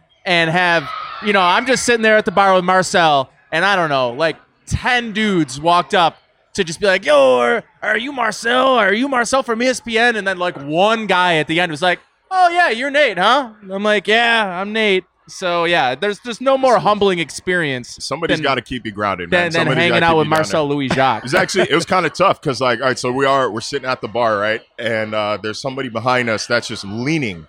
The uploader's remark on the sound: a podcast taped at Imperial Pizza on Abbott Road in South Buffalo